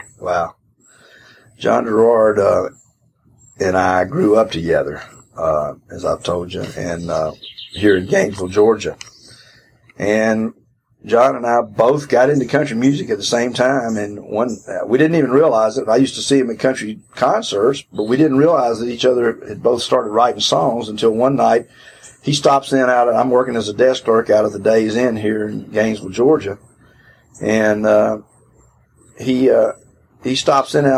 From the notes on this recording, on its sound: This interview was recorded outside a few years back and was then broadcast on FM radio.